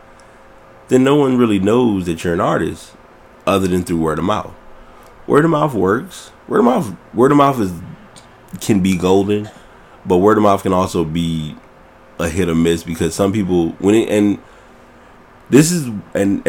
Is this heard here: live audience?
no